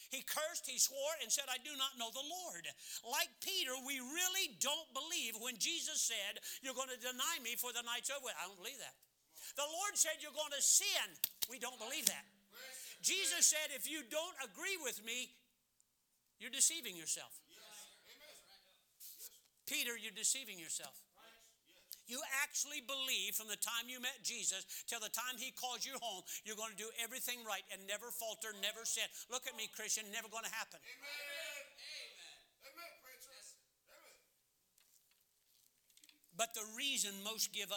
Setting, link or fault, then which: setting, large echoing room